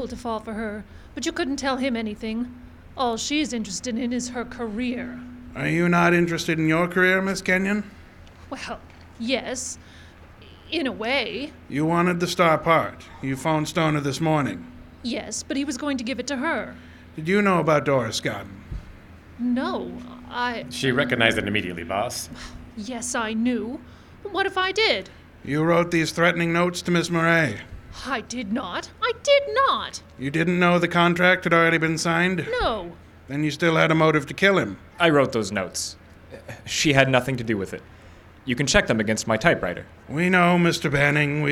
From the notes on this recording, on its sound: Recorded live and outdoors at the Pete Peterson Band Shell in Smokey Bear Park, Int’l Falls, Minnesota on August 3, 2022